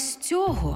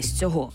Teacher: Натомість поставила наголос на закінченні, а це неправильно. Тому що займенник без прийменника хоч і має наголос на закінченні, але з прийменником у тому ж відмінку на основі · Shown in: first take